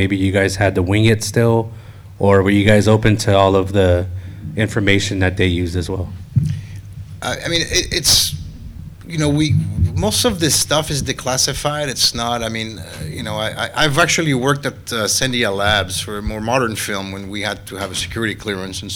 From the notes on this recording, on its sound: Recorded LIVE from the LA Convention Center at LA Comic Con 2023.